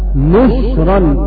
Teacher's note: قرأها نشرا بضم النون وسكون الشين